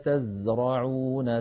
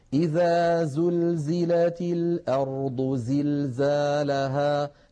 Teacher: والصفير يا إخوتي صفة قوة تعطي الحرف قوة، فلما نقول قال تزرعون سبع سين نجد من حرف الزاي واضح صوته واضح، والله عزيز حكيم إذا زلزلت الأرض زلزالها، نجد بأن حرف الزاي دائما يقرع السمع بقوة لما فيه من صفة الصفير